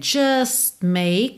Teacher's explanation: você nem ouve o T de just, porque você já está fechando os lábios para make